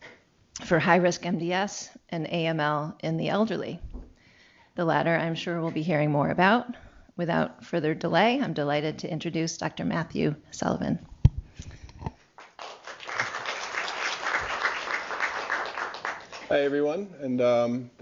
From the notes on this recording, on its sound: Norris Cotton Cancer Center Grand Rounds